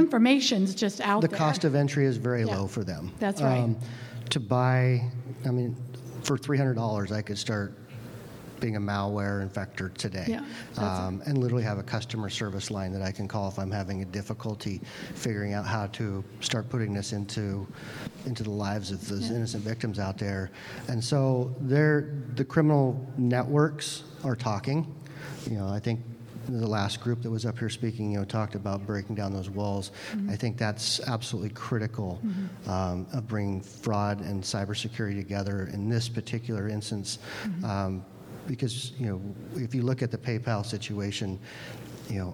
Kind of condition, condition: setting, busy venue